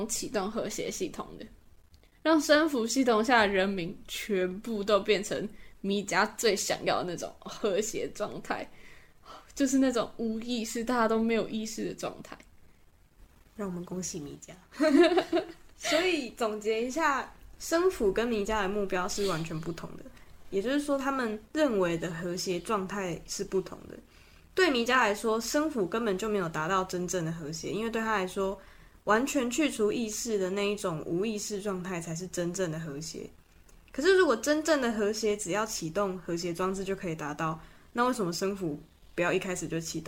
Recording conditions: background noise